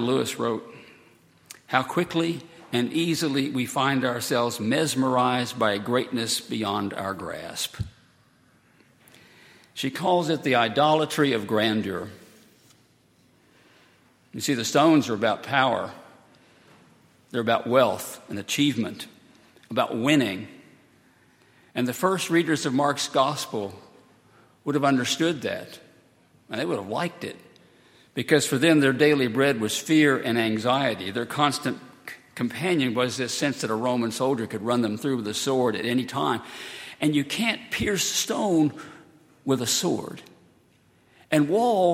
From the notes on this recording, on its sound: at Highland Baptist Church.